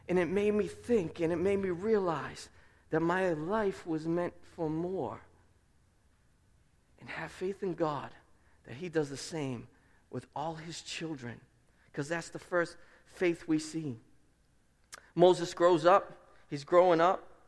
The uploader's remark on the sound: Preached at Restoration Road Church